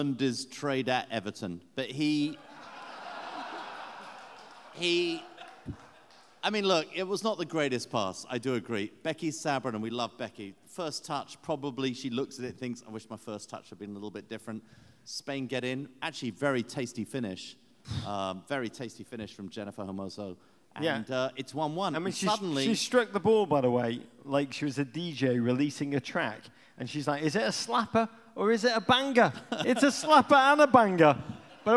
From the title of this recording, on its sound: Pod Live in Kansas City